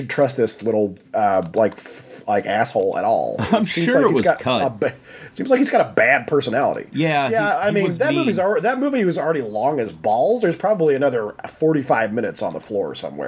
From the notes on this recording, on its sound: sorry about my mouse noise on this one